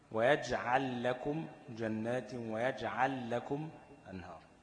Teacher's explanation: بادغام اللام في اللام